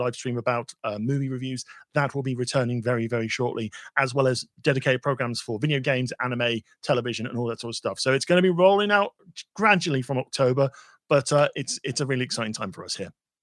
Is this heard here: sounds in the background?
no